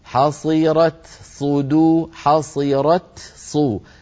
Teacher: فنأتي بالتاء شديدة في أولها مهموسة في آخرها، ثم نأتي بصوت الصاد من غير تكلف ومن غير تقصير